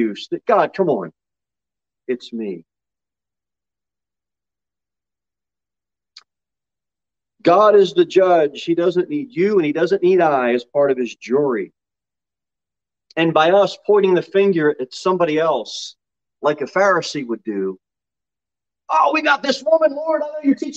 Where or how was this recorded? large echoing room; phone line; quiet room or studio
large echoing room